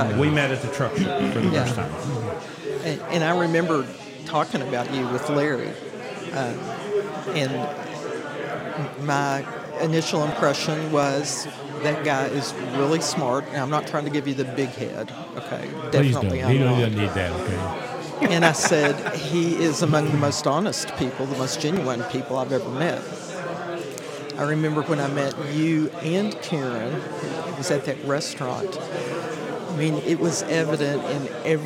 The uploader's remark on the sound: It's time again for the RESET YOUR MINDSET LIVE EVENT for 2023. We're live at the Wingate in Hurricane for the reception before the event begins.